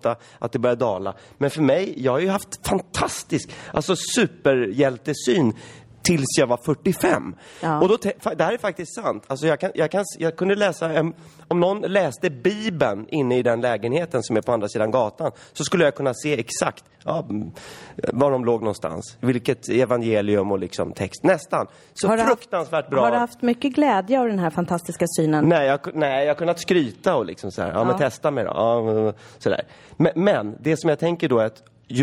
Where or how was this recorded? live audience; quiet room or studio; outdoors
live audience